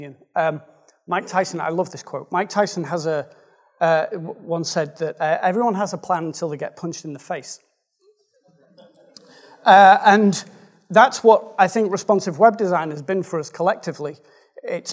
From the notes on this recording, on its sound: Speaking at the Responsive Day Out in Brighton. The Responsive Day Out is an affordable, enjoyable gathering of UK designers and developers.